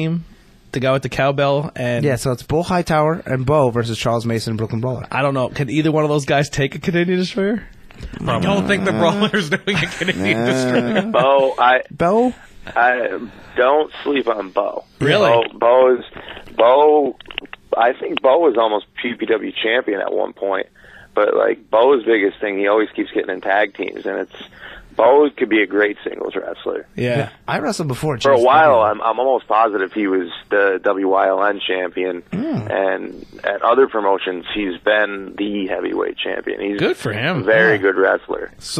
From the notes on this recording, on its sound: on the phone